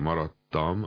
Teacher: Az, hogy maradtam, az a kimenet szempontjából is teljes hasonulás. Egyetlen hosszú tét kapunk.